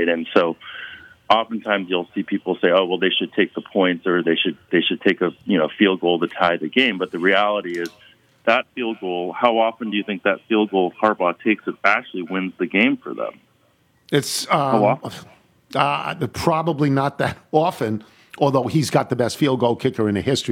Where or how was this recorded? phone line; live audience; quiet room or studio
phone line